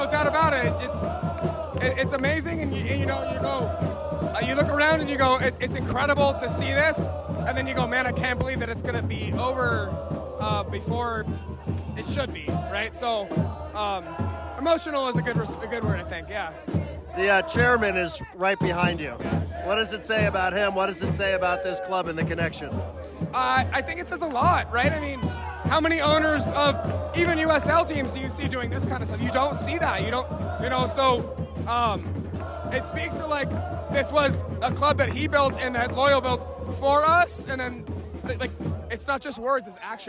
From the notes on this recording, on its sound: Always Loyal in Las Vegas. Sounds and reaction from the final regular season match in club history.